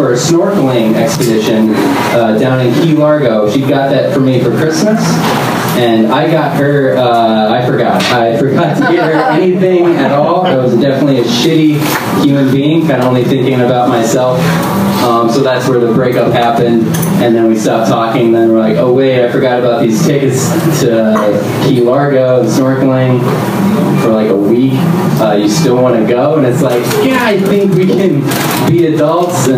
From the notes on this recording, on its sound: Live from Genuine Joe's